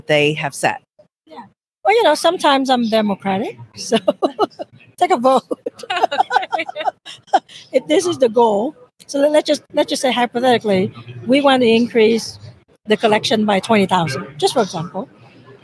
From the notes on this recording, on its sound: LIVE from SmileCon